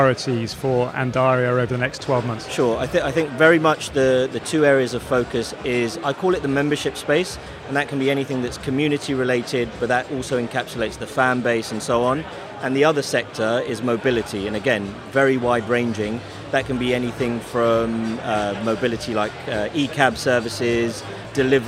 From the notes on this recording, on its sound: The first of three episodes recorded at Fintech Talents, that we produced in partnership with Andaria, experts in scalable embedded finance solutions. The event took place at The Brewery, London in November where we recorded a series of interviews from Andaria's booth with a number of the speakers and attendees.